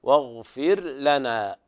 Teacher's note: لابد من إظهار الراء وترقيقها قبل اللام